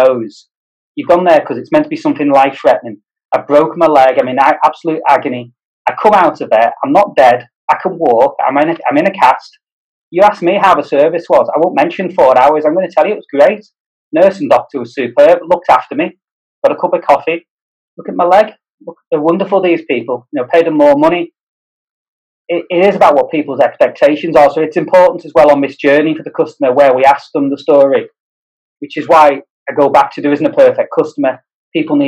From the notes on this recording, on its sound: This podcast was recorded via Zoom.